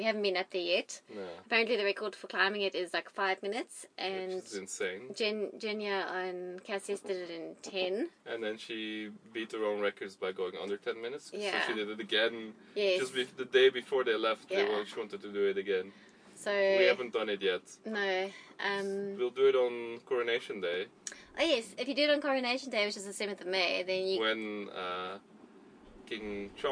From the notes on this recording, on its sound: Recorded while at anchor at St Helena. Our 31 foot (9.3 meter) long boat. The specs of our little sailboat, a Morgan 31.